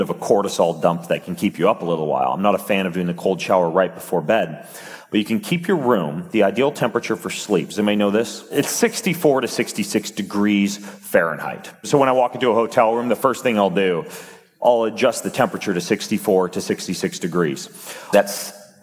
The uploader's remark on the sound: On stage at Mindvalley University Tallinn.